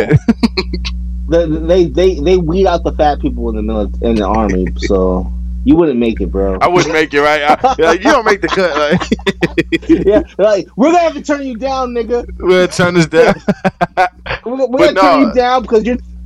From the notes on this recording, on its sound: Sorry for the minor audio errors